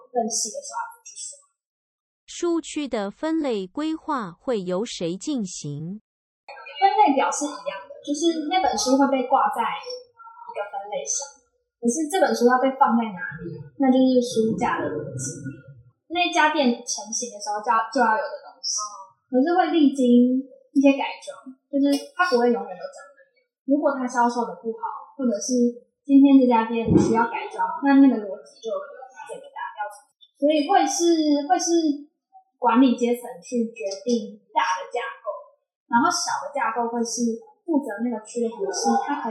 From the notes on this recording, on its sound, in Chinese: 現場收音設備不足，後製已盡量降噪處理，音質不佳敬請見諒。